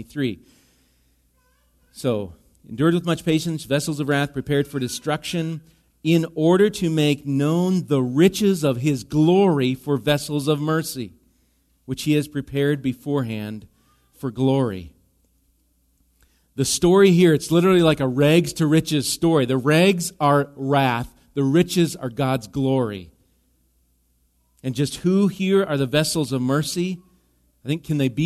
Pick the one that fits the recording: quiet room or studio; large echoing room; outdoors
large echoing room